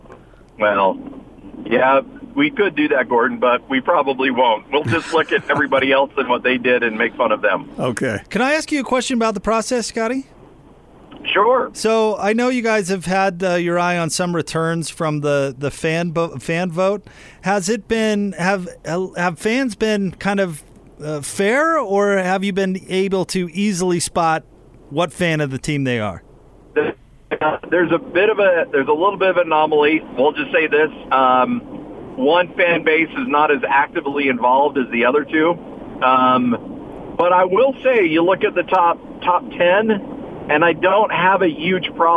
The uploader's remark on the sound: call in to the show